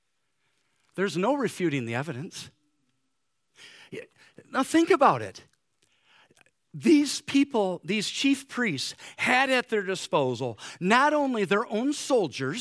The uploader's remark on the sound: Easter Morning service